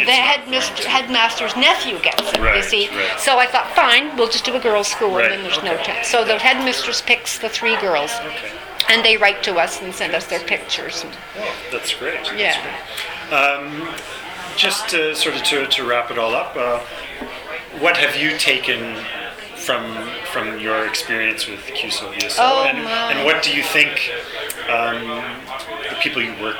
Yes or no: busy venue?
yes